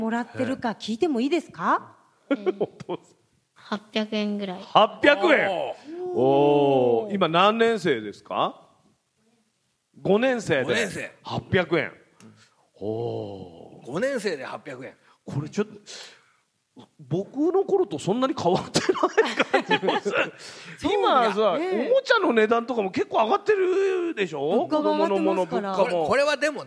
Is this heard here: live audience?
yes